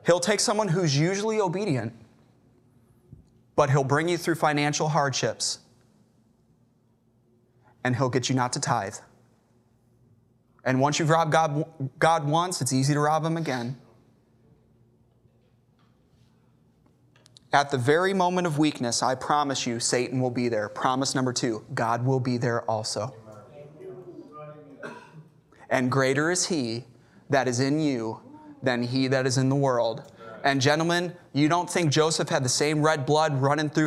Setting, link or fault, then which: setting, large echoing room